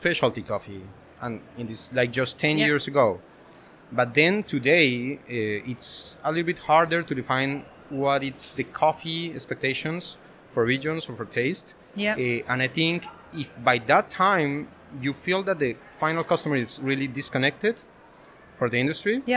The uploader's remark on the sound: Live series from World of Coffee Dubai. Who joined us live as the official podcast partners for World of Coffee Dubai, and recorded podcast episodes from the show floor.